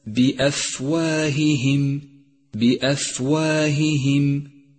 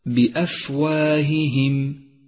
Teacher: لاحظ صفة الهمس لحرف الفاء في كلمة بأفواههم بأفواههم، ولاحظ ترقيق الواو والألف بعدها، واقرأها صوابا هكذا بأفواههم.